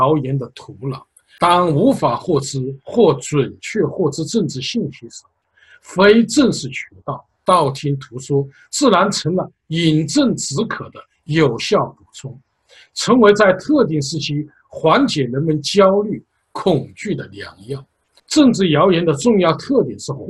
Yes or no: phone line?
no